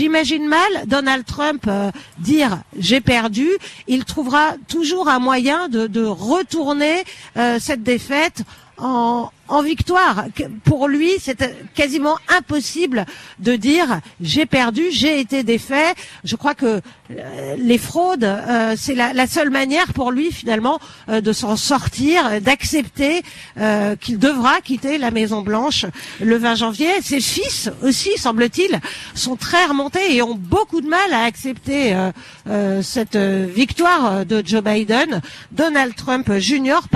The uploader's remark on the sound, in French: en direct du Parc des Princes